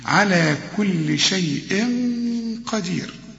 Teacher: التنوين اللي بعده القاف، القاف دي من حروف الإخفاء هنا في غنة، والغنة بمقدار حركتين والحركة بتساوي واحد والتانية اتنين، يبقى النفس يستمر واحد اتنين.